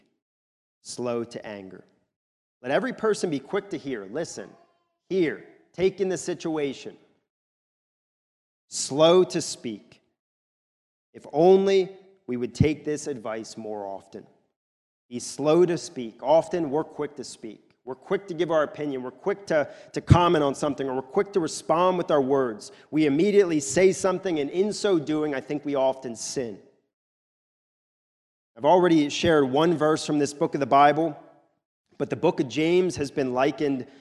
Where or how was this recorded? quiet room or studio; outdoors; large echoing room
large echoing room